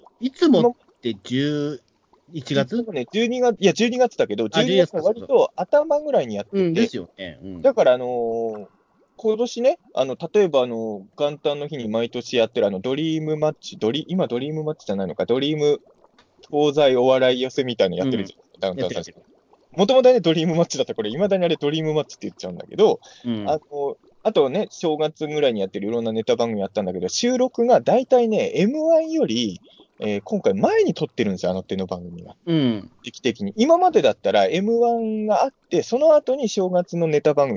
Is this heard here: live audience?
no